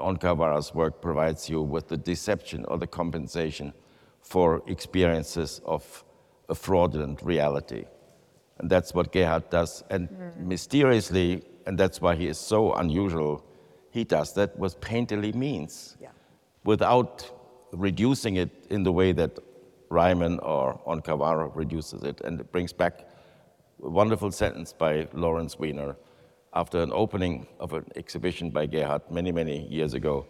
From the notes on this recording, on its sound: In this live episode. This conversation was recorded in the exhibition Gerhard Richter, on view at David Zwirner.